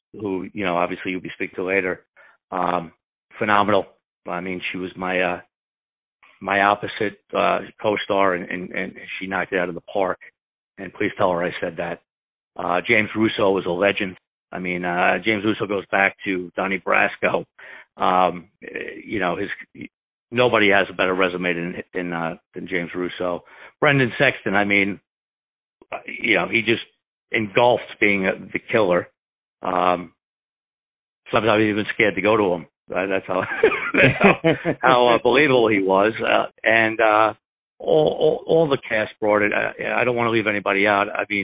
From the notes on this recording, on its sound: On the phone